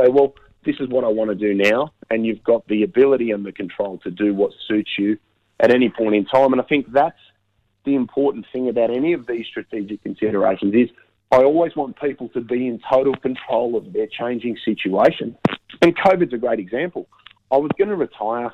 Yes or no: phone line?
yes